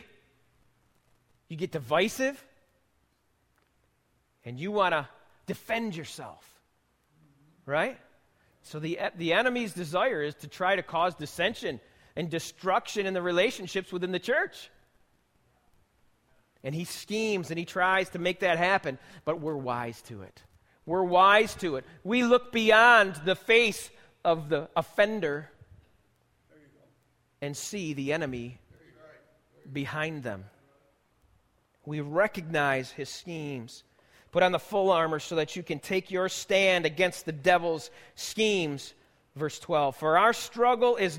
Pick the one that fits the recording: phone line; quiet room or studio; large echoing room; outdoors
large echoing room